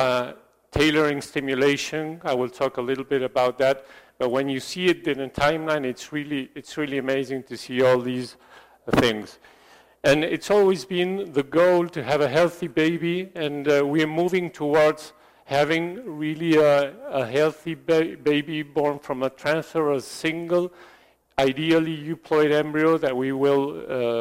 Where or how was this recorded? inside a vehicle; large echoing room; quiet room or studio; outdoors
large echoing room